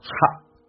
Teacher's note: t 不发音，这属于略音，但是它气流要阻塞一下